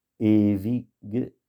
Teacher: ewige, c'est le W, se prononce là aussi, bien sûr, comme dans Die Welt, ça se prononce comme un V.